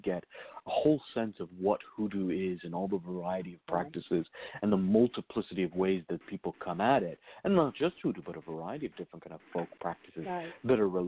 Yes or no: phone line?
yes